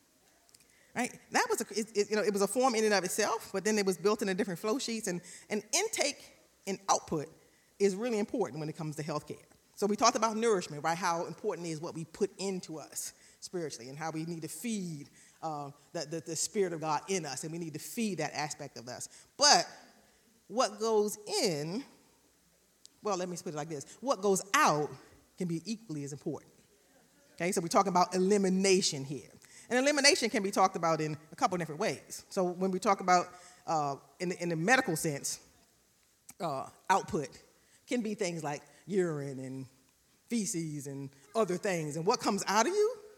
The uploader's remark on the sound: Recorded live on April 24, 2022 at Newark United Pentecostal Church.